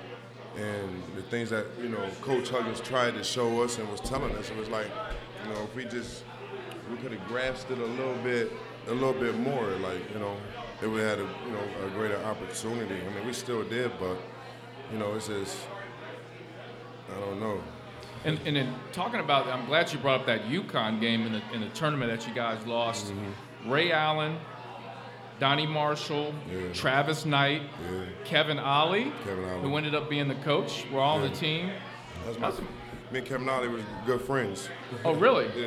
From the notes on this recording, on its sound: LIVE at Mio's